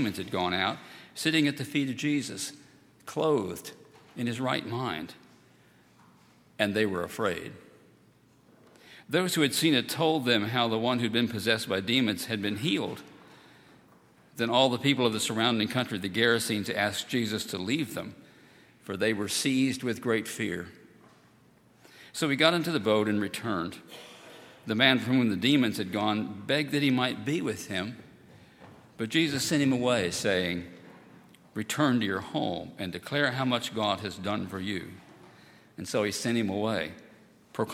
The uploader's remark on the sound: at Highland Baptist Church